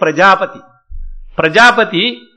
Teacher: For example, if you take a word like Prajapati, Prajapati, pra is anudata, prajapati, pa is raised and ti is prachaya · Term: swaras